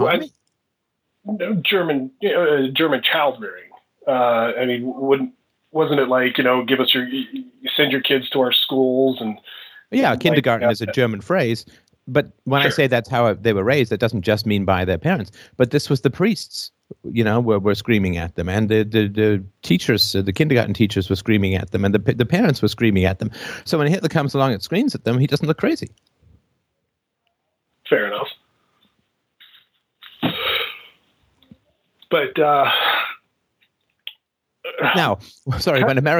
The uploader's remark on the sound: Call in Show